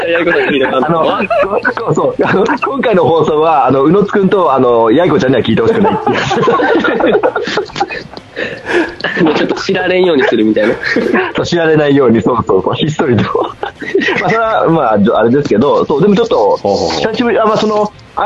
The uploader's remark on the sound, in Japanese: LINE電話での初めての収録について